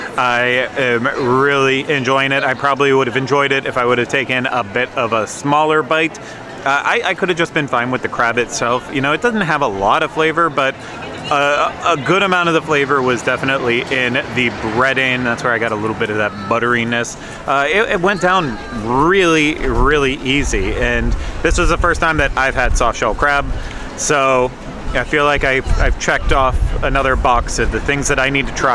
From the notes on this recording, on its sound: make their way around the 2023 EPCOT International Festival of the Arts